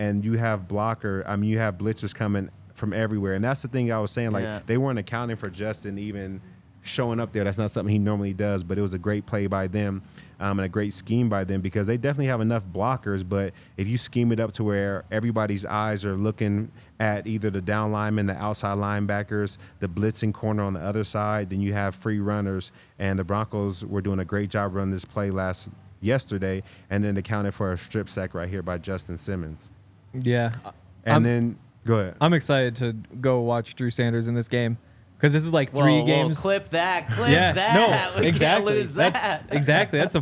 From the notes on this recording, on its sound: coming to you LIVE from the DNVR Bar